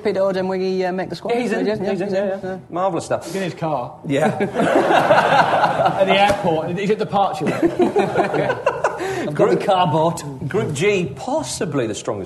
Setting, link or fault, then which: setting, live audience